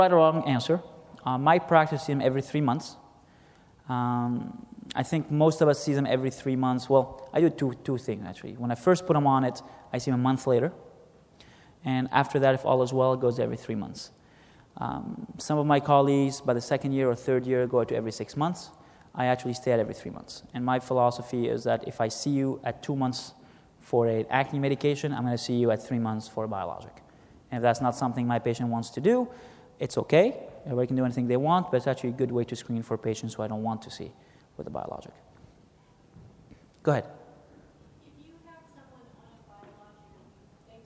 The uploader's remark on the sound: was recorded at the 2013 SDPA Fall Conference in Atlanta.